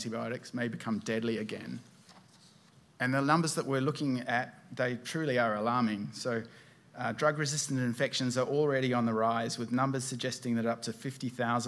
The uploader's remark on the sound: This week our podcast takes you to a keynote presentation. At the DMTC Conference in Canberra.